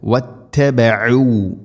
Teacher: وَاتَّبَعُوا مَا تَتْلُو الشَّيَاطِينُ عَلَى مُلْكِ سُلَيْمَانَ وَاتَّبَعُوا എന്നല്ല പറയാ, وَاتَّبَعُوا عَيْن തൊണ്ടയുടെ മധ്യഭാഗമാണ് മഖ്റജ്